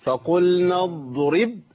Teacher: الضاد عندي ساكنه لازم اريح عليها شويه